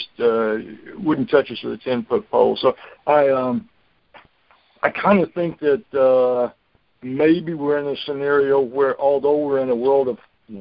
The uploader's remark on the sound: Monthly Conference Call